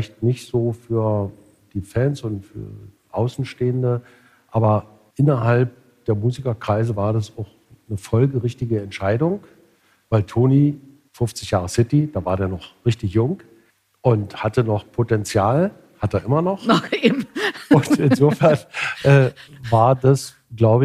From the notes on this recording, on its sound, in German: LIVE-Podcast im Kulturhaus „Peter Edel“ in Berlin-Weißensee